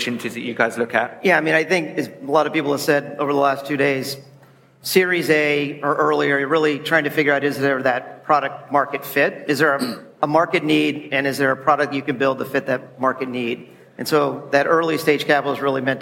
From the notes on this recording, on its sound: We take you back to the SaaStock18 stage for a panel discussion on what growth investors look for.